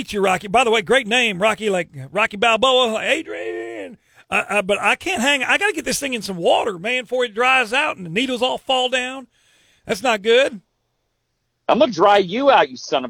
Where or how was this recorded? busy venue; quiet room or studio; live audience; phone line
phone line